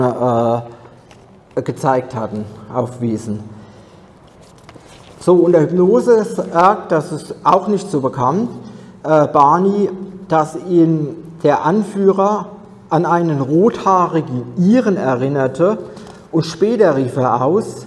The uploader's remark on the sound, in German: Aufzeichnung des Vortrags auf der ALIEN.DE Konferenz am 19.08.2023 in Frankfurt am Main.